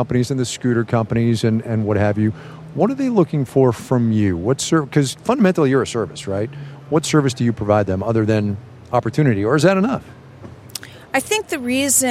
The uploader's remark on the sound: She talked with us from the show floor.